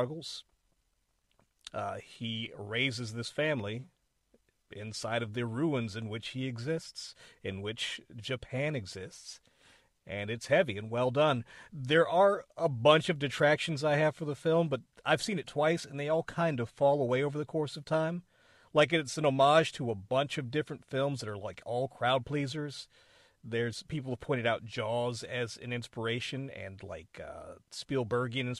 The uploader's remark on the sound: A quick and dirty episode that I recorded in my car.